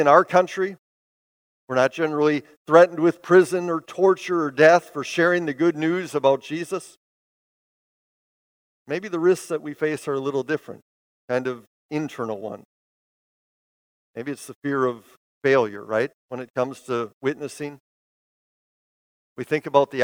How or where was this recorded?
large echoing room